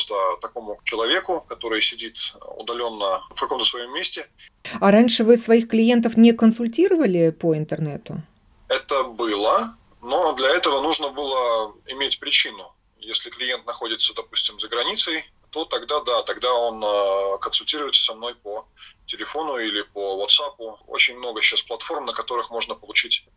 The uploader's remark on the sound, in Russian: Большинство программ мы сейчас делаем из дома. Вместо прямого эфира – записи интервью по телефону, вместо гостей в студии – телефонные собеседники, вместо микрофона – диктофон. А потом – многочасовой монтаж на компьютере.